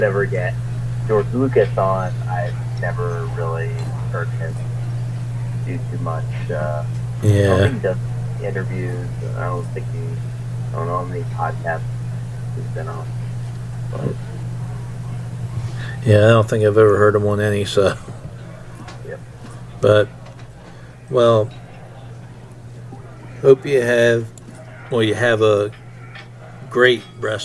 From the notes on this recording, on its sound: I had some audio problems in the recording, so please bear with me, I tried my best to get the best out of the recording.